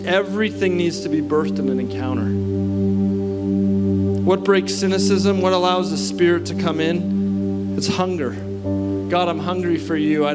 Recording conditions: live audience